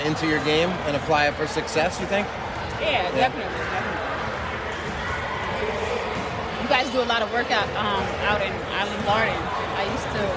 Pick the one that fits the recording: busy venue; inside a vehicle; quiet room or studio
busy venue